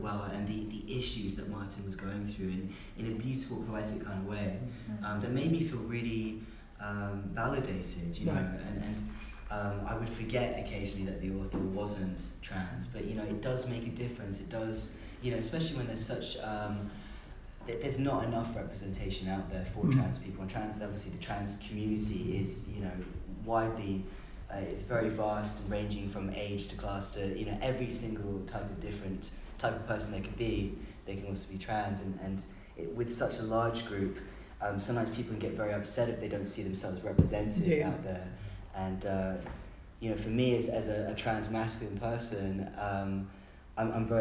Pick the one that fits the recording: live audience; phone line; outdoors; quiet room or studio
live audience